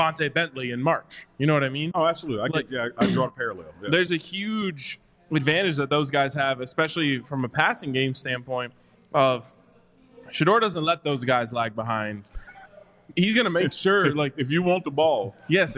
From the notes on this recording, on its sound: live from the DNVR Bar